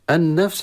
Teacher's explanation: والخطأ أن نقرأ ونهى النفس، نمد لأجل أن نمد الهاء مع الألف، هذا خطأ. النفس لام تدغم في النون، وإدغمنا إذا أي حرف أدغمنا في النون تصبح النون مشددة وحكمها الغنة